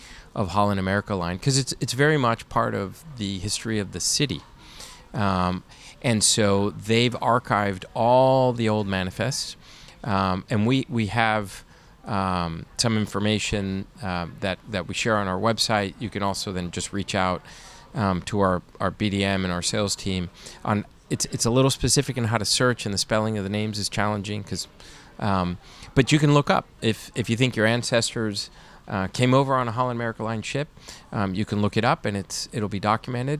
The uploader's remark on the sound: at this year’s Seatrade Global Conference